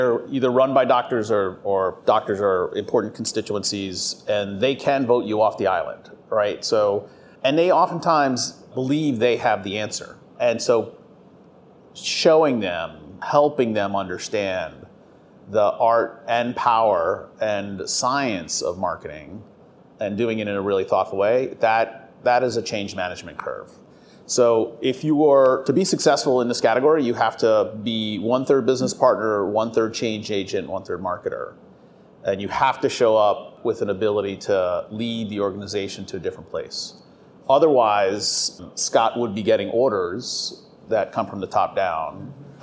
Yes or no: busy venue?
yes